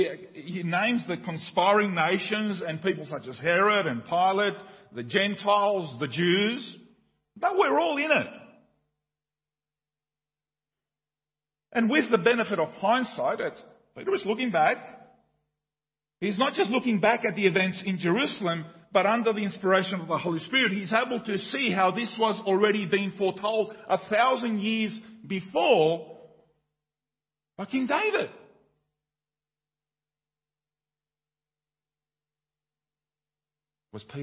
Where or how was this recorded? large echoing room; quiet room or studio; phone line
large echoing room